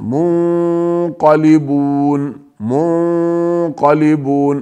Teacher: قلت لكم قبل قليل مثلا: منقلبون منقلبون، ماذا فعلنا؟ فخمنا الغنة، قلنا منقلبون، ثم جهزنا لحرف القاف، والقاف من أحرف التفخيم، القاف من أحرف الاستعلاء، يعني نفخمها، لذلك فخمنا ما قبلها.